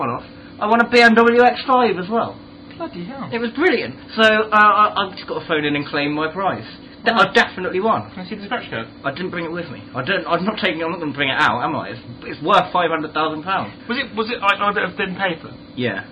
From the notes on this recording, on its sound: The recording quality is mostly pretty bad, due to an incoming phone call for most the show. Live from the Plymouth 'studios'.